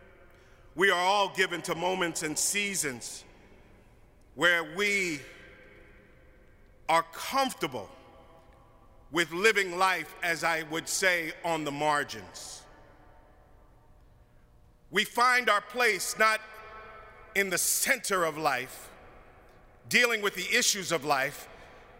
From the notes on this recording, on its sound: preached at our Good Friday service on April 15, 2022